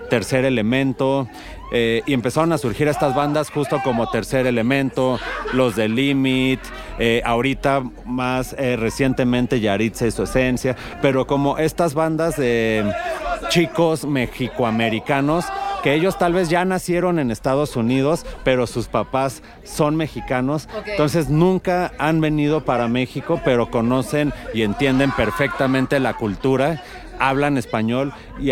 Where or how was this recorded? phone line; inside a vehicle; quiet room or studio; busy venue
busy venue